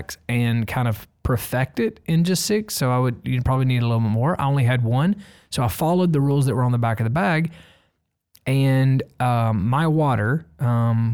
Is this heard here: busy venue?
no